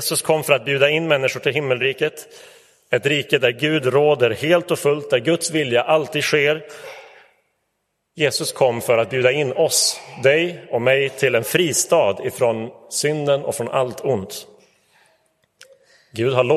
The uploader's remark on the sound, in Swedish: Inspelad i Roseniuskyrkan den 26 november 2023.